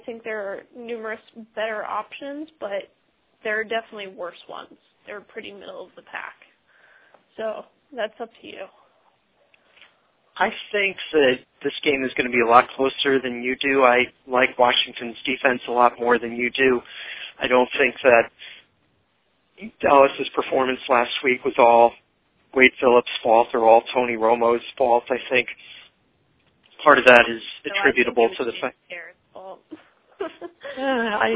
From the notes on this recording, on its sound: fan interaction via phone